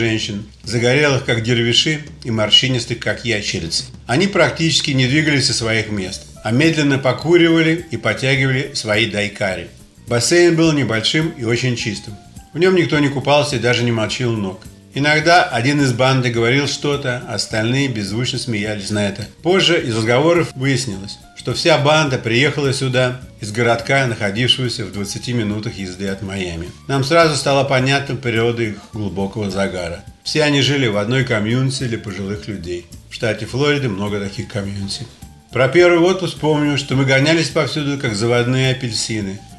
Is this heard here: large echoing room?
no